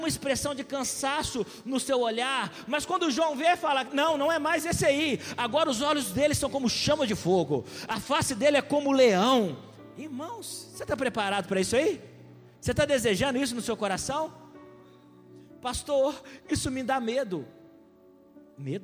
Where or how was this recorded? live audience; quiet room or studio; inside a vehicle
live audience